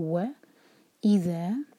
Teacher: وَإِذَا، واو کے لیے ہمارے ہوٹ گول ہونے چاہیے. وَإِذَا، اِذَا دو سلیبل والا ورڈ ہے تو پہلے لیٹر پر زور دیا جائے گا